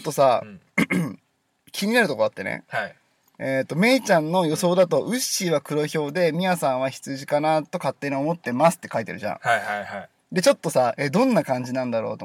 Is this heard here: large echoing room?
no